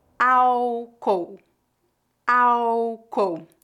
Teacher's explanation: no Brasil, a letra L em final de sílabas é pronunciada como U